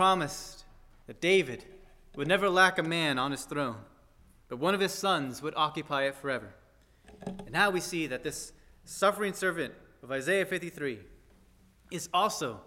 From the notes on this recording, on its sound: at First Baptist Church in Delphi, Indiana